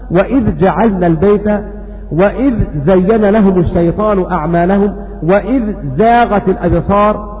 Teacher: وابن كثير وعاصم أظهروا إذ مع هذه الأحرف الستة، قرأوا بالإظهار